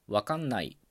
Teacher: わからないのらの A の母音が落ちて R と N の子音が続いて、で後ろに出てくるその N の子音と同化することでわかんないになっているということです